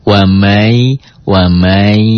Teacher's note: Disertai dengan idgham bi gunnah, kan dengan dengung.